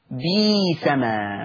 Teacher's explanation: قرأ ورش بإبدال الهمز الساكن ياء